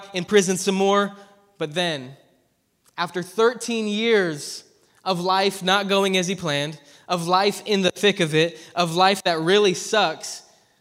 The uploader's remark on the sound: preached at ZEAL Church in Hermiston, Oregon